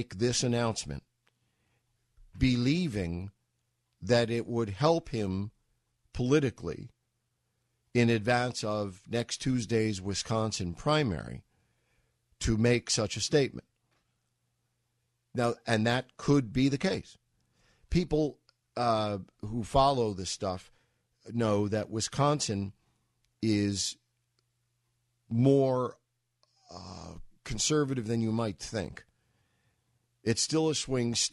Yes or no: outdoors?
no